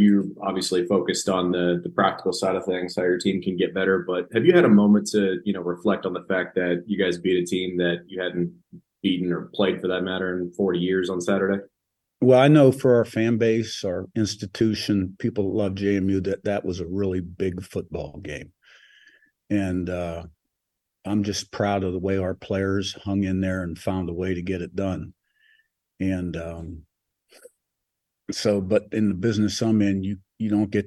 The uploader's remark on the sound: Sun Belt Zoom Call. By ESPN Harrisonburg.